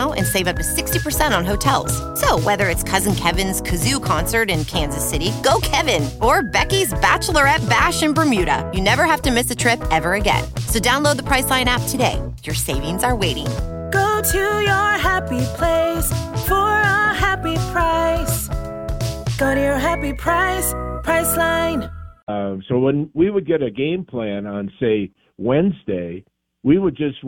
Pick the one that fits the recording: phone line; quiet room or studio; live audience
phone line